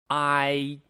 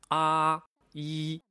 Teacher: 今天我们学习复韵母 I。发这个音的时候呢，它是由元音啊到元音一，一个滑动过渡